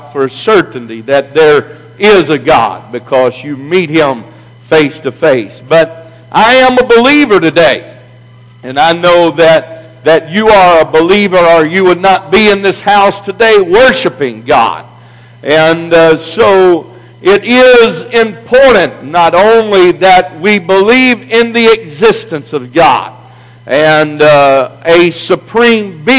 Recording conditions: large echoing room